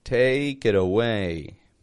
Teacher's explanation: notice the flap T in there. The T in the word it becomes a D.